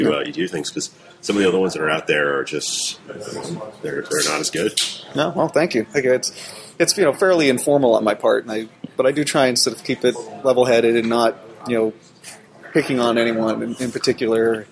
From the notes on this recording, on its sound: Live from NYCBSDCon Sunday. A copy of Sunday's live stream from NYCBSDCon 2008.